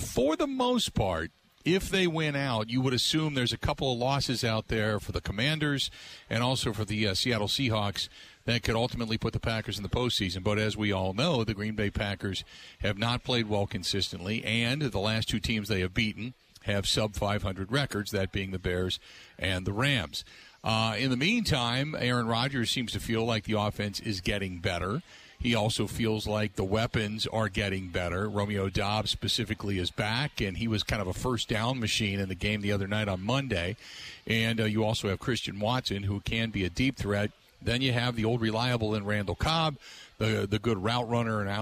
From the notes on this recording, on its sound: live from DJ's Goal Post